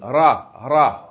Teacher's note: It's just by making the tongue touch the roof of the mouth, vibrating.